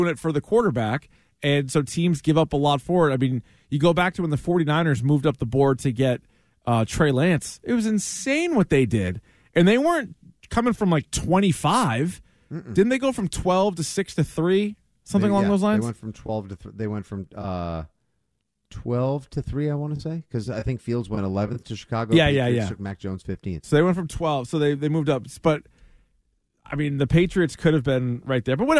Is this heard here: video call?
no